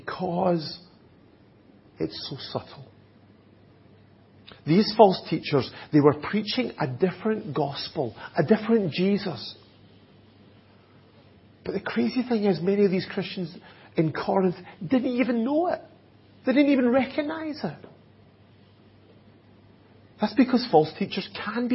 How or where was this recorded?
large echoing room